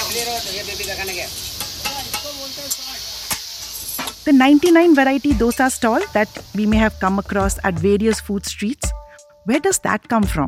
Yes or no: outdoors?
yes